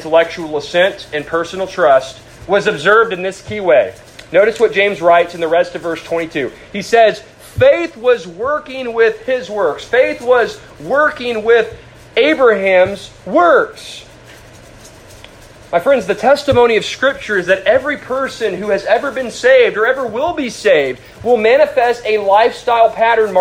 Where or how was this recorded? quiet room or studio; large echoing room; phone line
large echoing room